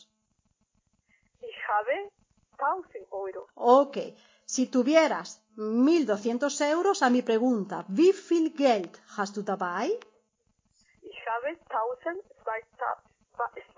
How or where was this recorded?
phone line